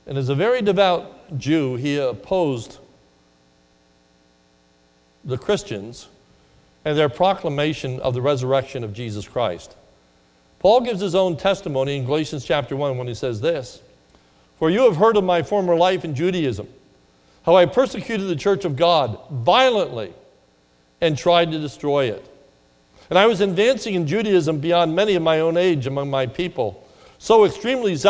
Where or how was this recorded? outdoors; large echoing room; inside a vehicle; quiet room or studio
large echoing room